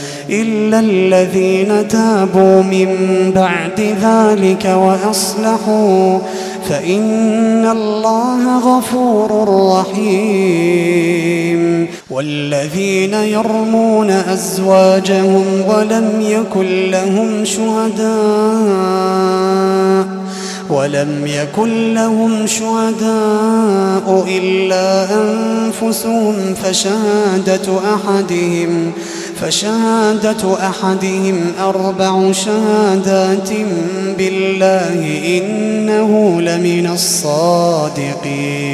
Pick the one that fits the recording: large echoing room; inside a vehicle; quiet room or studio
large echoing room